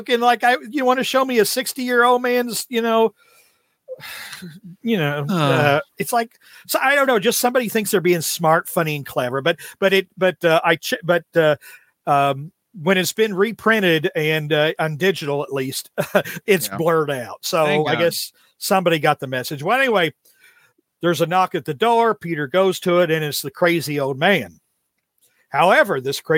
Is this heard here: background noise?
no